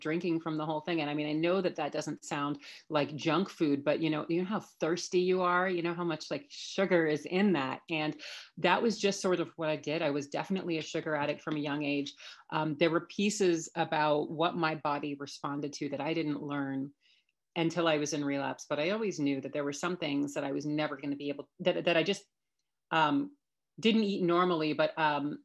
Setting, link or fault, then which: link, video call